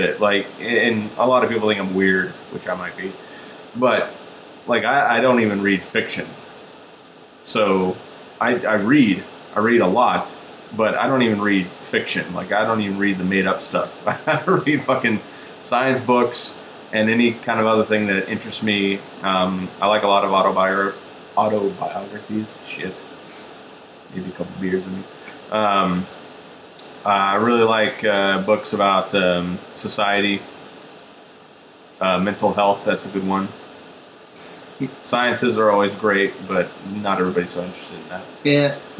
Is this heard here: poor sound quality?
yes